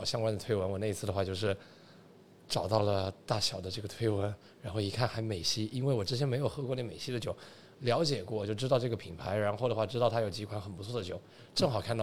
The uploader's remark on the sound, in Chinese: 在3月份麦子店“野菌与世涛”的品酒局里，我们在现场做了一个声音纪录，节目里穿插了部分现场录音